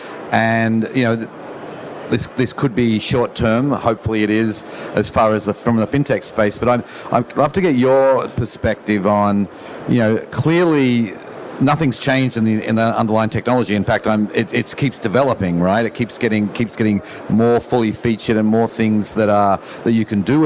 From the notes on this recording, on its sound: I used the opportunity of being together in person to record an interview. Recorded in the podcast theater at the event.